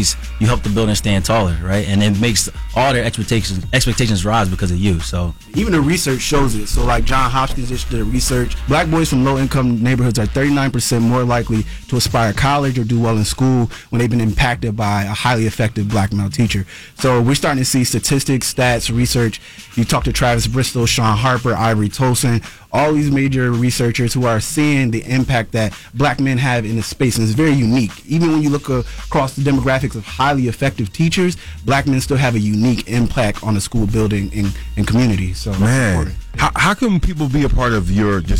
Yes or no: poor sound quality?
no